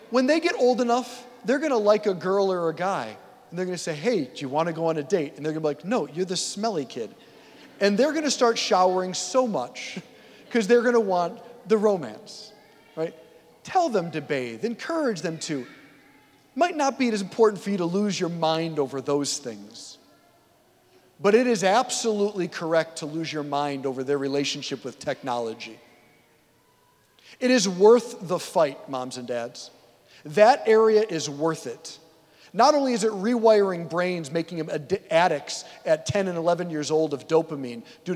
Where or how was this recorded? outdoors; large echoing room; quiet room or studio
large echoing room